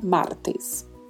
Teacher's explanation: É sempre T com esse E fechado